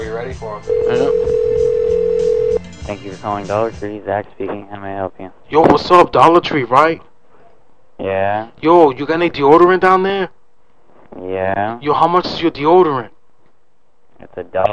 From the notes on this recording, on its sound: Personal Prank Phone Calls Collection